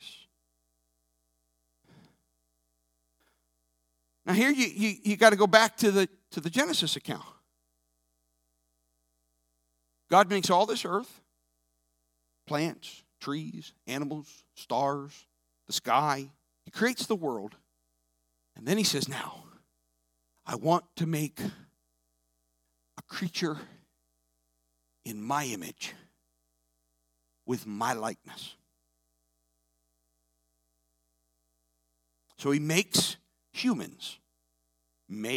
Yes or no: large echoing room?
yes